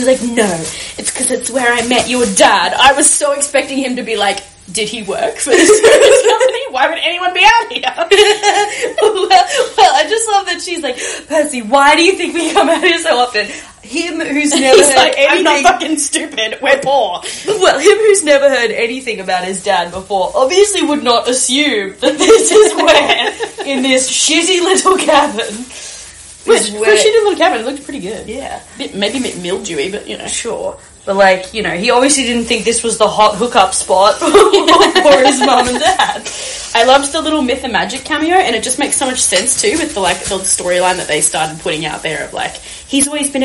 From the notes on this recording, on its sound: Apologies for the background noise in this episode, we were multi-tasking and rolling rumballs.